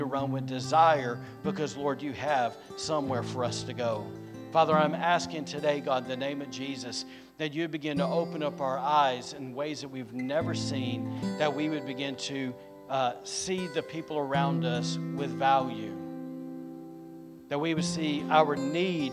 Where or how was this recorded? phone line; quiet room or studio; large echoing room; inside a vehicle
large echoing room